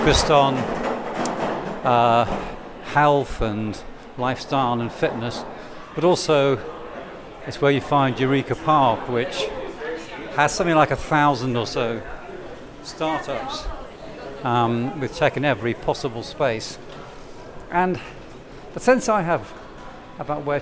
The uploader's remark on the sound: Attended the CES show in Las Vegas. Audio diary, musings and highlights from the Consumer Electronics Show 2024 in Las Vegas.